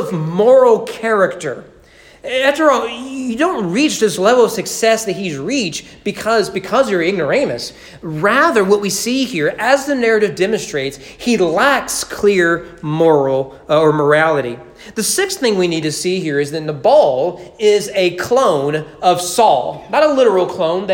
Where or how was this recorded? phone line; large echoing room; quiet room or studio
large echoing room